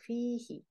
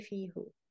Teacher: the pronoun who, whenever it's preceded by a vowel e, whether it's short or long, will be pronounced he. · Shown in: first take · So fihi. You cannot say fihu.